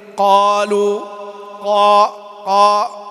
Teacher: الصحيح أن القاف حرف مجهور لا يخرج معه نفس